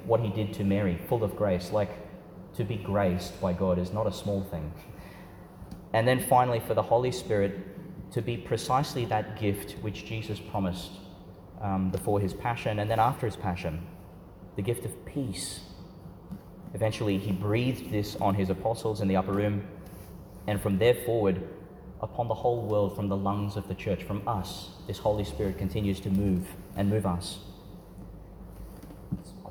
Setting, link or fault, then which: setting, large echoing room